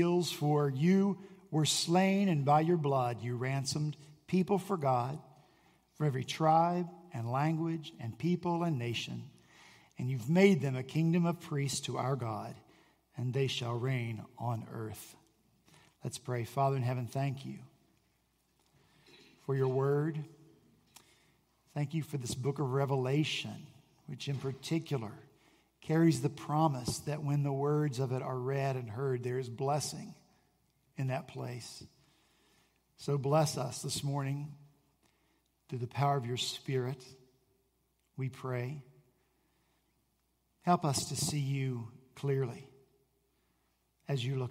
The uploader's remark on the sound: At Redeemer Presbyterian Church in Charleston, SC